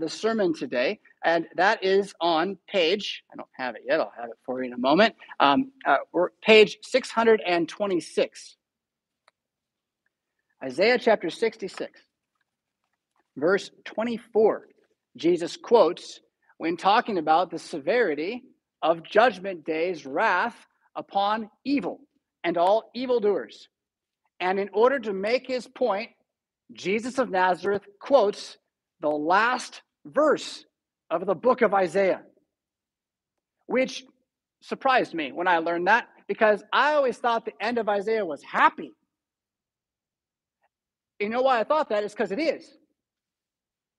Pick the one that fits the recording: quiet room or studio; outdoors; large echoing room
large echoing room